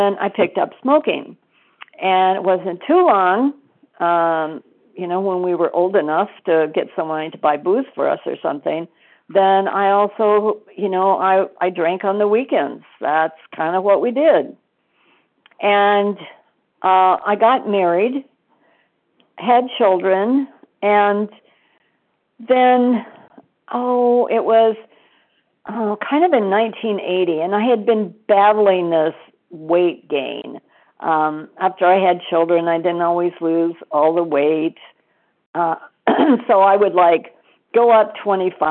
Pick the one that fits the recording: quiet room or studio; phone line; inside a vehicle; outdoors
phone line